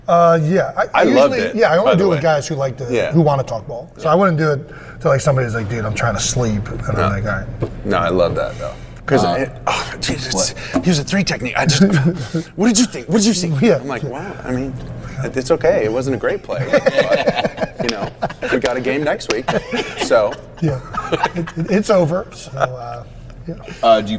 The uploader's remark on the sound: LIVE FROM THE PRO BOWL. Are in Orlando for the 2020 NFL Pro Bowl.